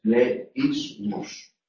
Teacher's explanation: la pronunciación de esa E y esa I son en sílabas diferentes · Term: hiato